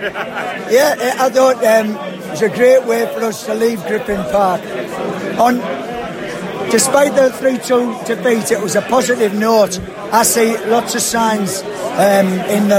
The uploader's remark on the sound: Post-match podcast from the pub.